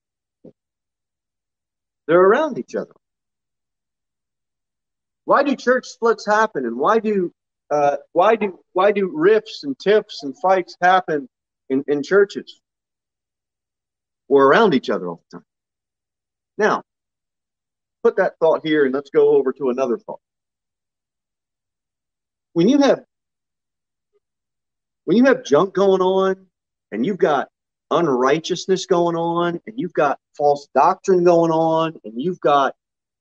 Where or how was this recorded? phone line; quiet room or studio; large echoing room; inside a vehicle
large echoing room